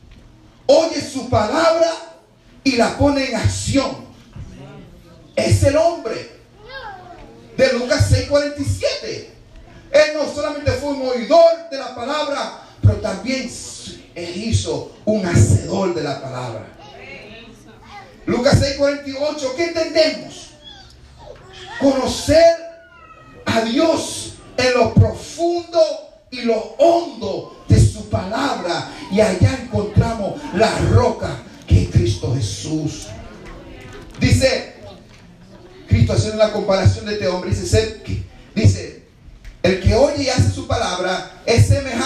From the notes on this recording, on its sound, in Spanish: Este audio es una porción de el mensaje predicado en la iglesia de IDP Passaic N,J.